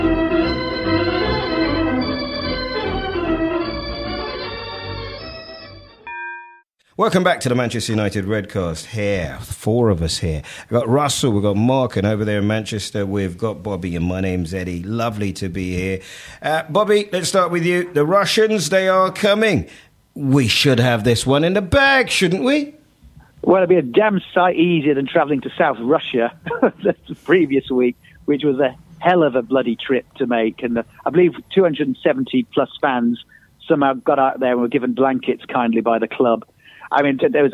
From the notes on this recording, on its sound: on the phone